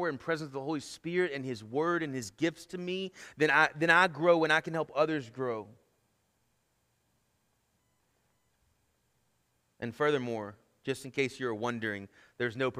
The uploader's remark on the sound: Sermon Audio from our Worship service